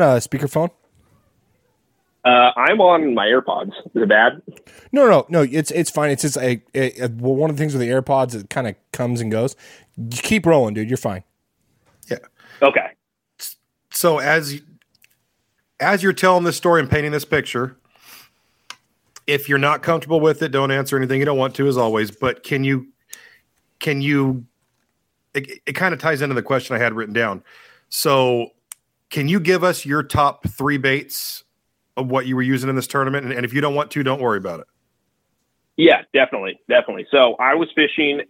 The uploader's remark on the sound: We had some great people call in and ask questions